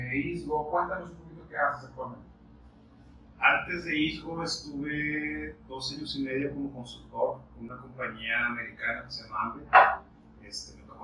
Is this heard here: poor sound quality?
yes